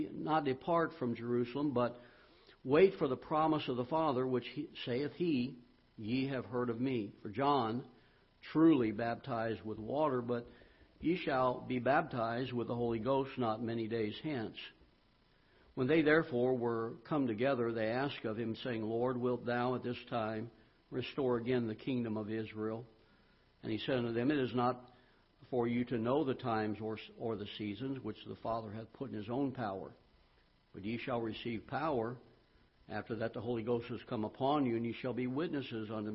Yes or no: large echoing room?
yes